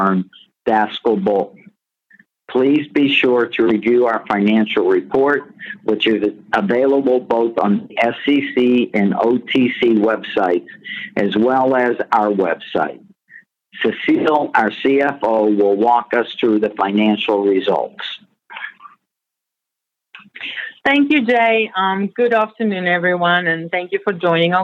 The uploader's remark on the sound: Progressive Care Conference Call May 2022